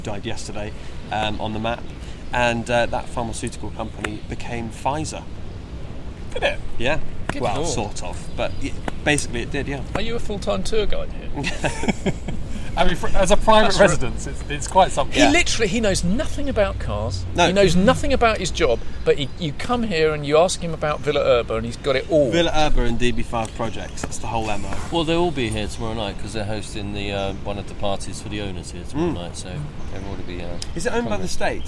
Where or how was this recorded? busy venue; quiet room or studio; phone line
busy venue